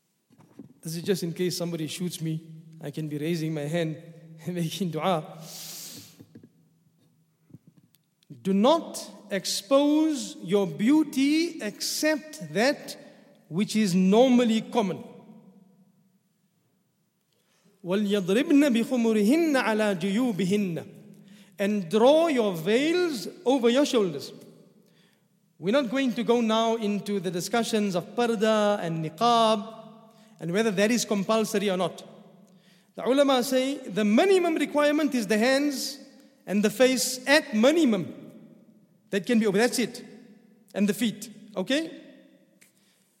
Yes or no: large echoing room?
yes